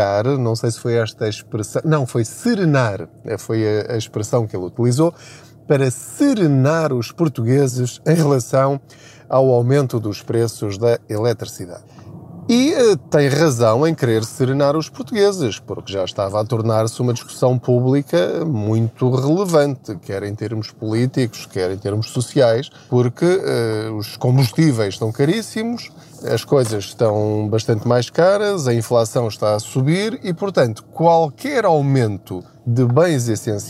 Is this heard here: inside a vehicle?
yes